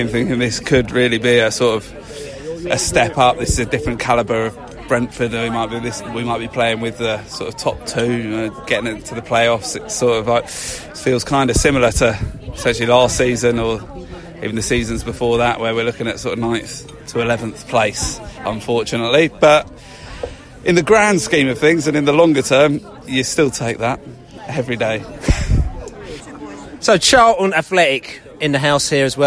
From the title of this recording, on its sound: post-match podcast from the pub